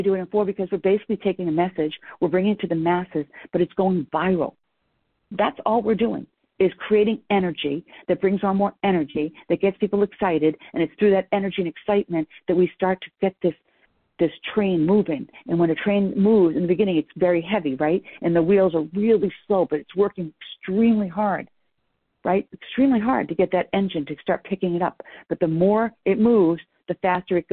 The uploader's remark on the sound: I am rebroadcasting a private team call